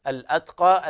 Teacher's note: اللام هنا لام مظهرة حكمها الإظهار، لام قمرية. الأتقى، والبيان في الهمس في التاء، همس خفيف.